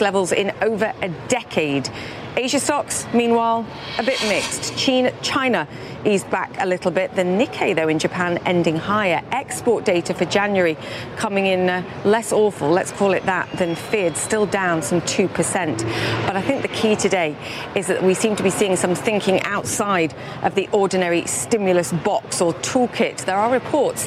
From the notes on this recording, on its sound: live from the New York Stock Exchange